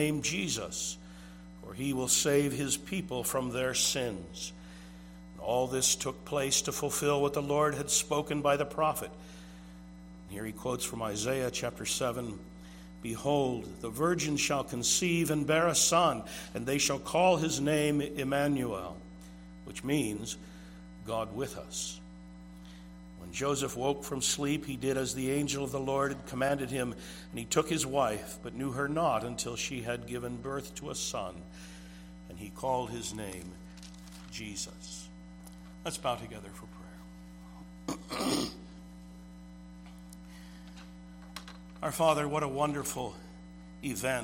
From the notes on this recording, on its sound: This sermon was preached at Twin Cities Bible Church, St.Paul, MN.